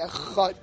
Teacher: So we can't really fulfill this din if you pronounce dalet the way that we do. The ches you can lengthen as long as you want.